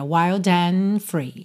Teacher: o D de and você quase não ouve